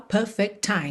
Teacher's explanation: perfect, termina em T. Time começa em T. É claro que você faz um T só.